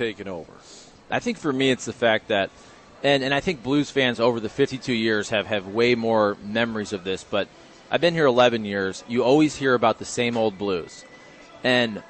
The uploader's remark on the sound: Broadcasting live from Schnucks off S. Grand.